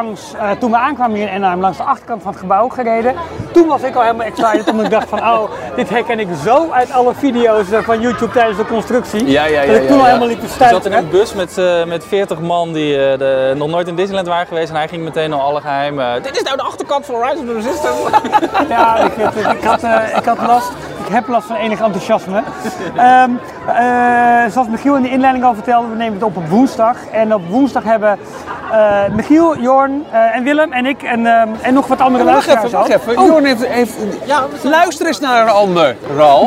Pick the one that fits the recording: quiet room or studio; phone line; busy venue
busy venue